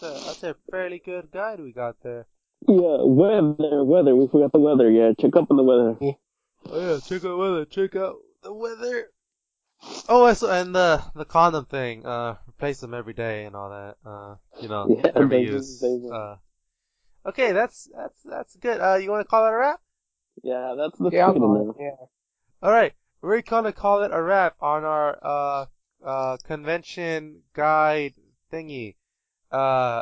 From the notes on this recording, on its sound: As the Nameless Geeks battle SOUND ITSELF. Sand Diego Comic Con.